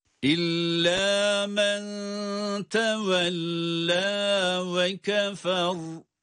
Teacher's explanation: İlla da şedde var ama lam gunneli olmadığı için tutmuyoruz. İlla dememiz yeterli.